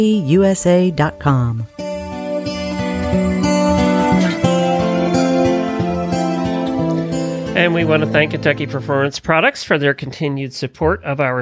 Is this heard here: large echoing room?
no